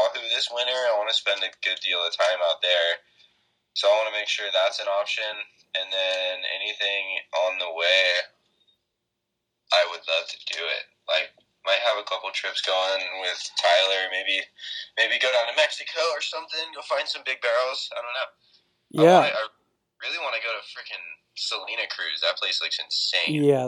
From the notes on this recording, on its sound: makes a phone call